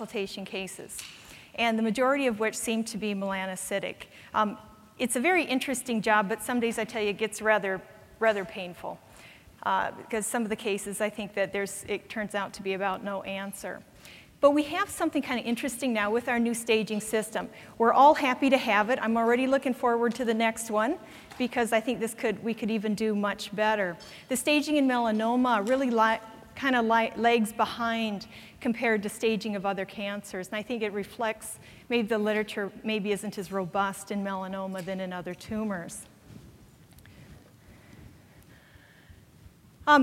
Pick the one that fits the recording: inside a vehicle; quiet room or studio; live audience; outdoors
live audience